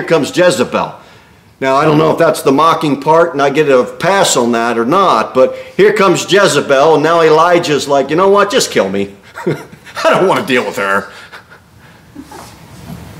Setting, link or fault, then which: setting, large echoing room